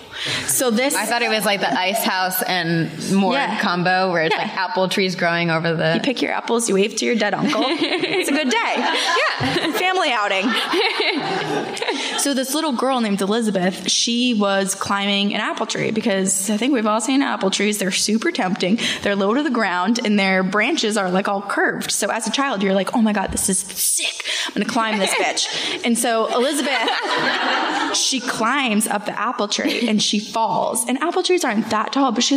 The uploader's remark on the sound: Live from New York